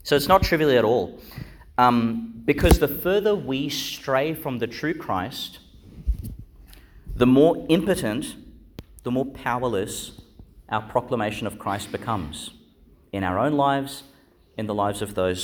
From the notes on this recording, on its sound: Homily for the Sixth Sunday in Eastertide, delivered (at the morning Mass) in Our Lady Star of the Sea Church, Gladstone, Qld.